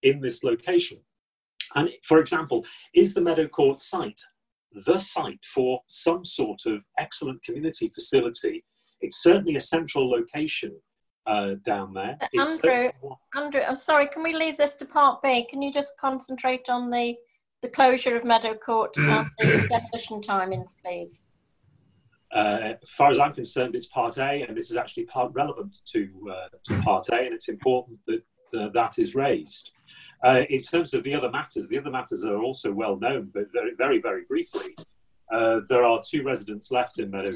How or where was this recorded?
video call